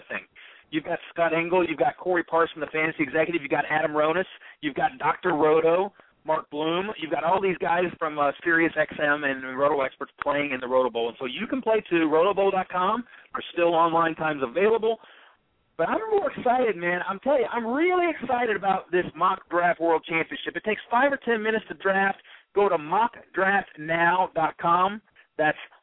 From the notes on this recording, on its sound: Special CALL-IN show. Tonight we're inviting listeners to call up the show.